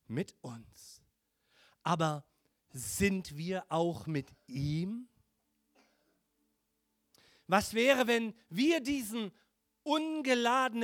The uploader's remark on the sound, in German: Heiligabend 2022 - Gottesdienst Predigt